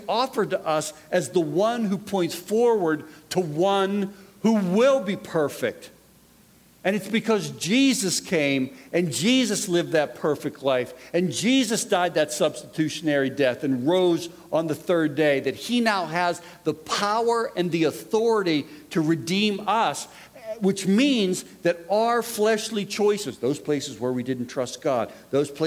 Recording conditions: live audience